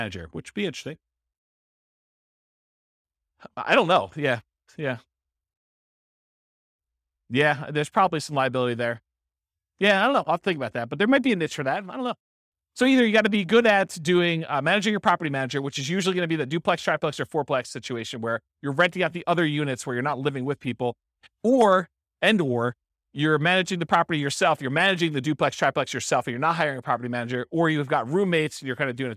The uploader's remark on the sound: This was a live class recorded